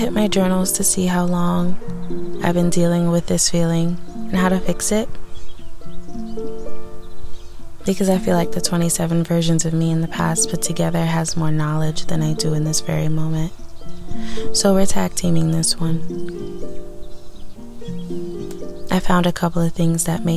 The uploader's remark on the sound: Today I tried to be one with nature and sit outside as I record.